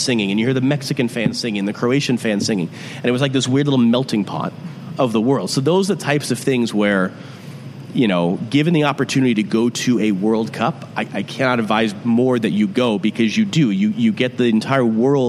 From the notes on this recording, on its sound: at Civic Taproom in Portland